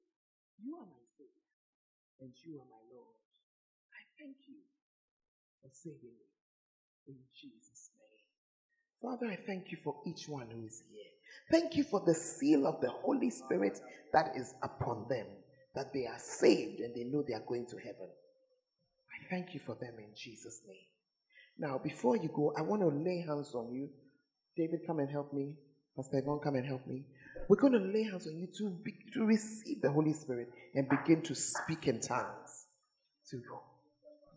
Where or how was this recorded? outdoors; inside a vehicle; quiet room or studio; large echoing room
large echoing room